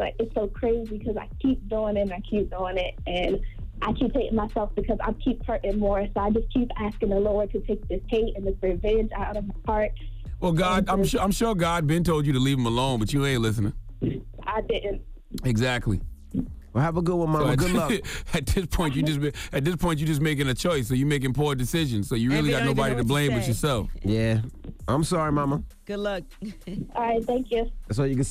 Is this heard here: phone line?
yes